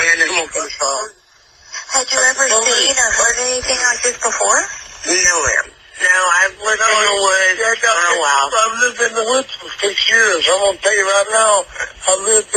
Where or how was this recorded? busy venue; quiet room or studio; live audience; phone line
phone line